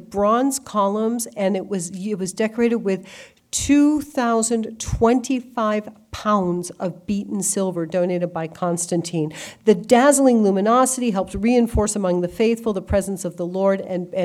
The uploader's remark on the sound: Delivered an exclusive lecture to the Christendom College community. The talk was part of Christendom College’s Major Speakers Program.